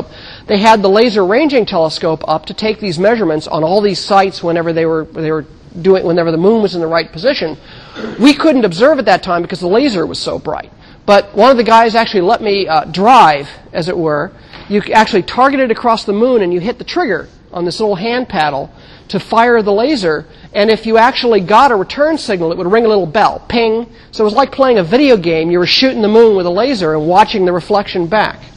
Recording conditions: large echoing room